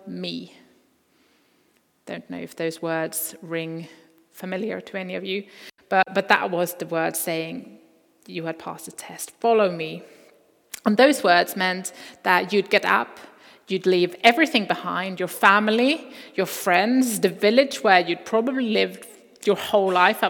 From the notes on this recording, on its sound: Recording from Immanuelskyrkan Skövde.